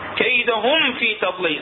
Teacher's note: الميم الساكنة مع حرف الواو وحرف الفاء تكون اشد اظهارا